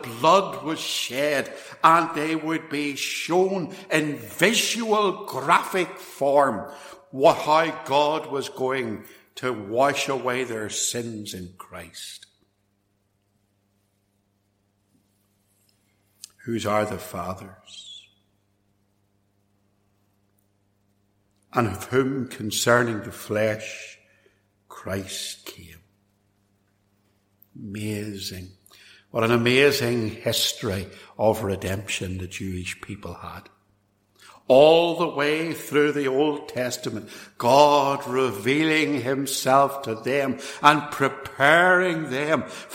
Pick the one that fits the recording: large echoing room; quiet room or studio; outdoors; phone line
large echoing room